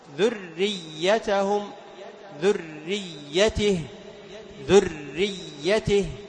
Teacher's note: لاحظ تشديد في الراء وتشديد في الياء، فلا بد أن يتم القارئ جميع التشديدات.